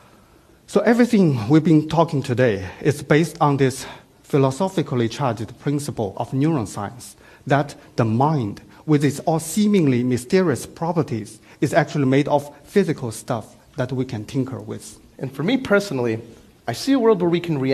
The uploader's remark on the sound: Filmed at TEDxBoston